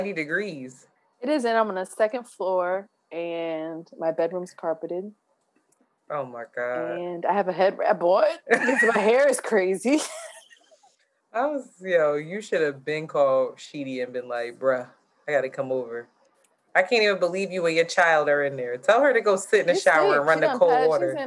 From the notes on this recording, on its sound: We experienced technical difficulties and had to use zoom audio